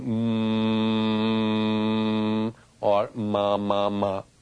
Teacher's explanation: The sound ma, which is the sound of M, which is the alphabet M, resonates mainly in the sinus cavities.